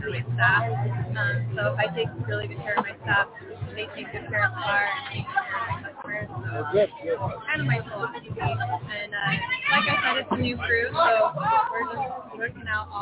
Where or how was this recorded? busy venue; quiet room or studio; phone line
busy venue